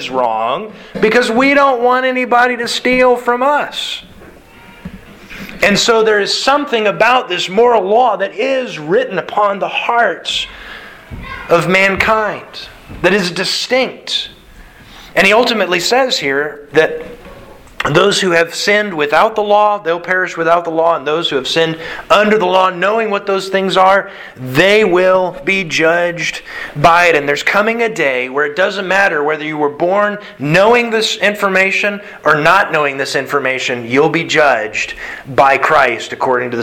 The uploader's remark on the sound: Sermon delivered Sunday March 20th, 2022 to the Galena Bible Church